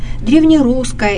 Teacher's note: в слове «иконопись» ударение падает на первый слог